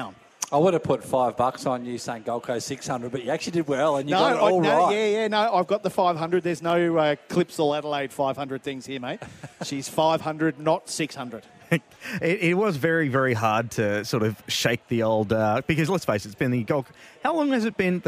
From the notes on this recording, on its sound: we broadcasted the show live from The Star on the Gold Coast